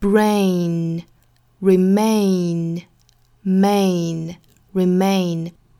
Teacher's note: A 的发音后面都有一个鼻音的 N 的发音 · Term: 双元音 A